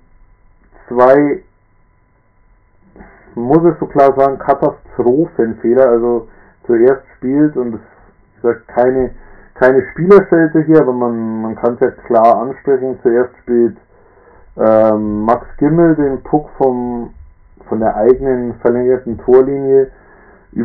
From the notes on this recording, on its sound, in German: Diesmal auf Grund von Terminen wieder allein. Leider nochmal mit Tonproblemen zu kämpfen, auch wenn er das Mikrofon wirklich nicht im Mund hat.